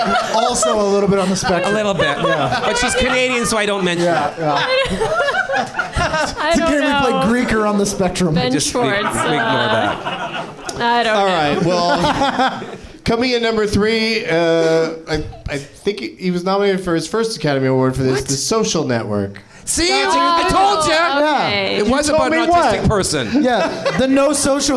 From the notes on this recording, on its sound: Live from the NerdMelt Showroom in LA